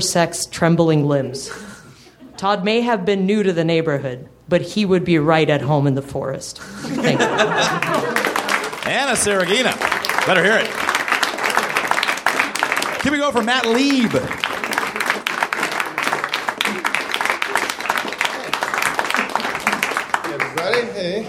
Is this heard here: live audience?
yes